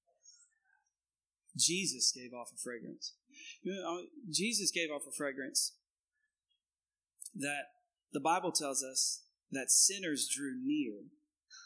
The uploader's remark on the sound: Recorded on 2016-06-19 at the 08:30 Service.